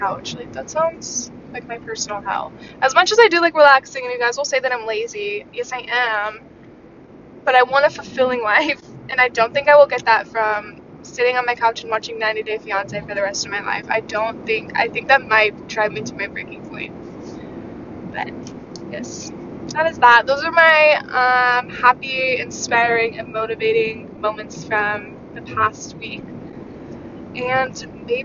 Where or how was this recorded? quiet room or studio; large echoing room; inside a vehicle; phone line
inside a vehicle